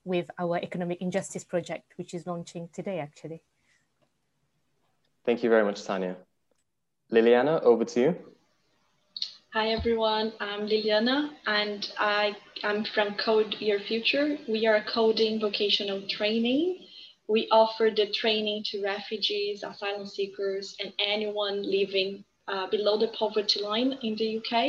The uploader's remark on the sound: Sona Circle Virtual Event 2021.